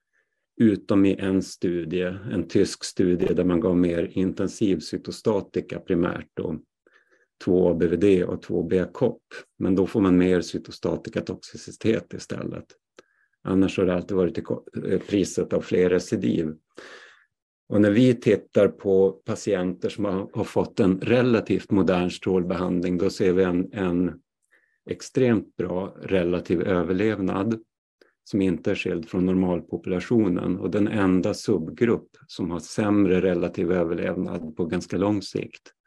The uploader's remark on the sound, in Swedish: Ljudinspelningen från SOF:s webbinarium om maligna lymfom.